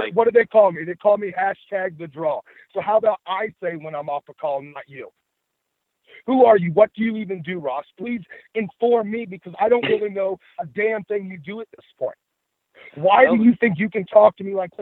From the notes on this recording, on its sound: the full audio from the May 10, 2018 Impact Wrestling media call